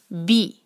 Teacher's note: با پہ ہے کسرہ ایک حرکہ اور آواز کریں گے ہم باریک